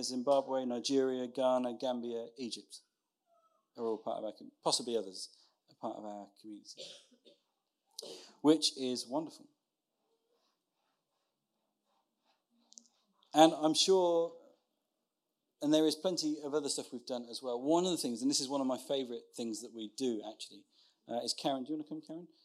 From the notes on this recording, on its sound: Recorded Sun 17th Sept at Saxon Hall, Raunds